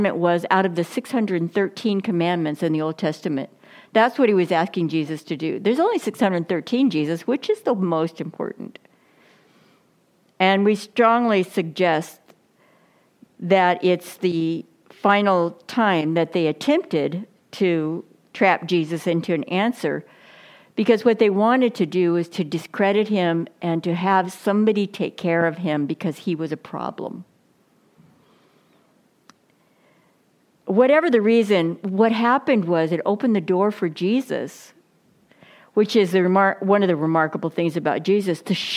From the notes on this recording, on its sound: Reformation Sunday message delivered during the Contemporary Worship service.